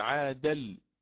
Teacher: فنقل حركة الضمة التي كانت على همز القطع إلى اللام · Term: النقل